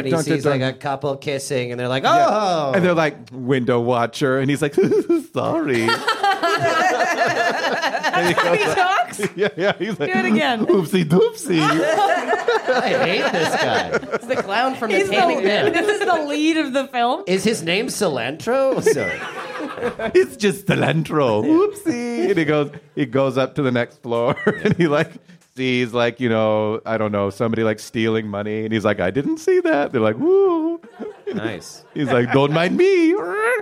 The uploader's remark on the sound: Perform a live version of the podcast. At Comedy Bar as part of the Just for Laughs Toronto comedy festival.